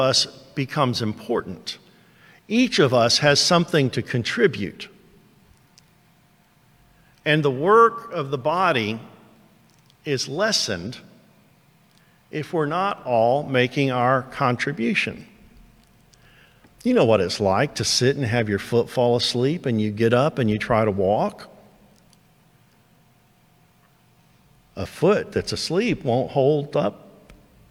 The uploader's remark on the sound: first preached to Towne View Baptist Church in Kennesaw, Ga on 6/26/22